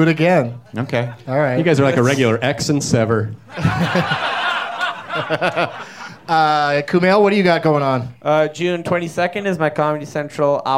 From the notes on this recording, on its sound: Live from Flappers in Burbank, CA